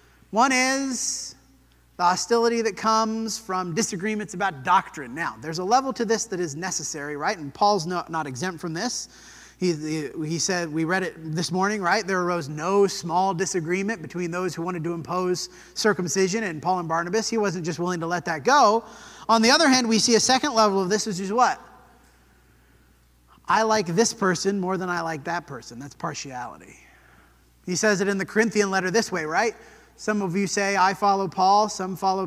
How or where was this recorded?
large echoing room